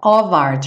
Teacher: E aqui fica of art, juntando of com art.